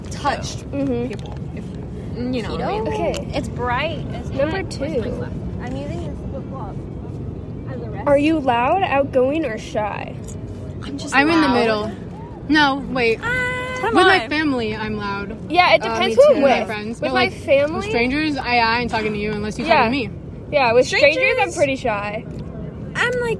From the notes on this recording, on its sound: we finally meet up in person at the beach